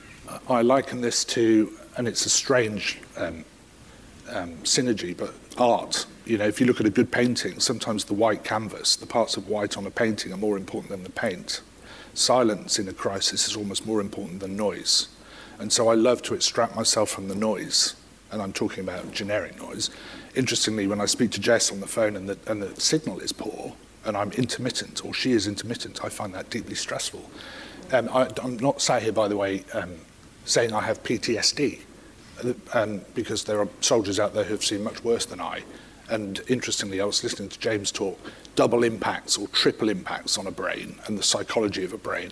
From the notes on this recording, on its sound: This episode was recorded live in front of an audience at the Brilliant Minds Showcase in London.